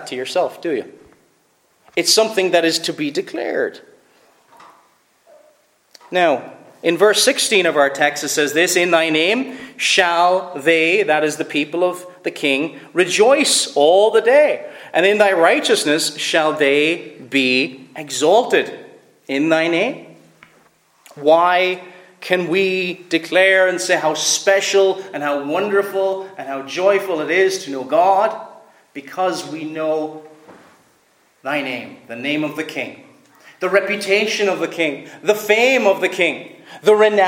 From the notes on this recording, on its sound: Preached at Fairview Reformed Presbyterian Church